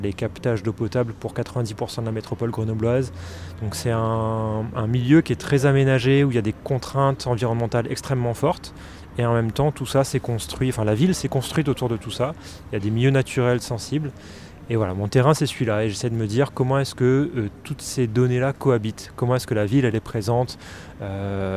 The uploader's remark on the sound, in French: Au Festival Écoute(s) à Grenoble. Au Prunier Sauvage, à Grenoble, s'est déroulé le festival Écoute(s) , festival de radio, de créations sonores, de rencontre et de performances. Radio Grenouille s'y est rendu et en a profité pour tendre ses micros aux organisateur.rices et aux invité.es.